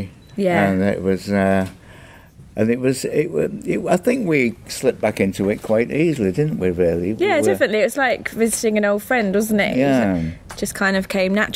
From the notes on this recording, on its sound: Recorded, at MCM London 2017, here’s the full press panel.